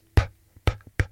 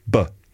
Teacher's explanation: First one has no voice, p, p, p. Second one is the same thing, but with a voice, b, p, b. Same thing here, t, and d, t, d.